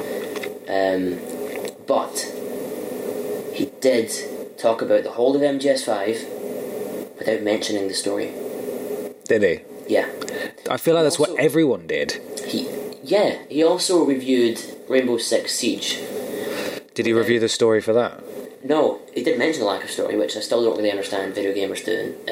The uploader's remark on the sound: A few audio issues with this one, we're afraid!